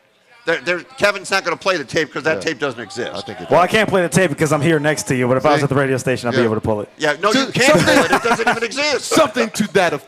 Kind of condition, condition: setting, outdoors